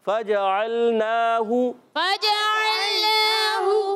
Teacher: چھ کی آواز نہیں آئے، اہل عرب نہیں ادا کرتے. تو آپ نے صحیح پڑھنا ہے فجعلناہ فجعلناہ.